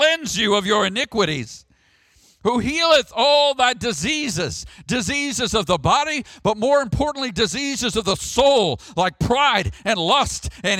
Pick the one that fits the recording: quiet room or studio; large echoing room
large echoing room